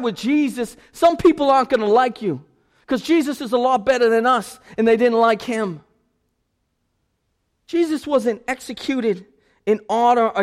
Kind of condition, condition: setting, large echoing room